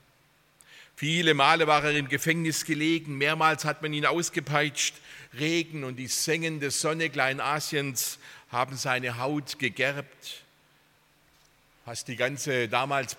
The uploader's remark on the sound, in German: aus dem Gottesdienst der Liebenzeller Mission